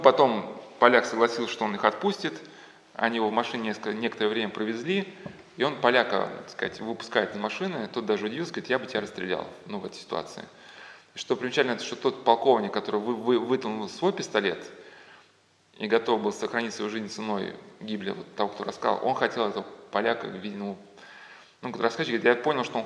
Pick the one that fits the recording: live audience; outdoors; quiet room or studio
live audience